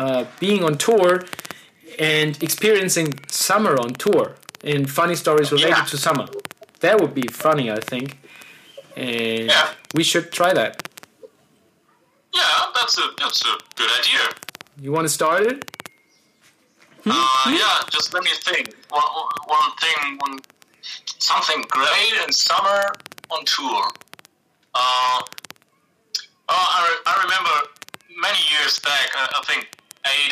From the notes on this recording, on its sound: Having a little rendezvous via phone. Minor technical difficulties for the first minutes (Crackling).